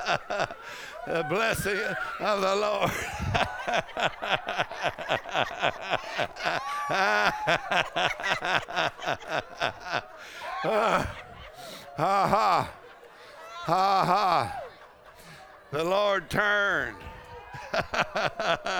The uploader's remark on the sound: Faith and Fire Conference: Monday Night